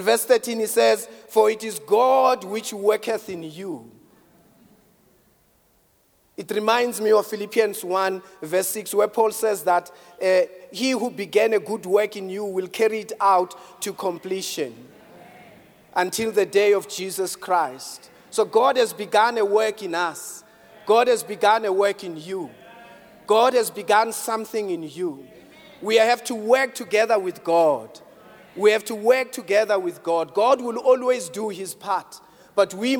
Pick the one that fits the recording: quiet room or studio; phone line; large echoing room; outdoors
large echoing room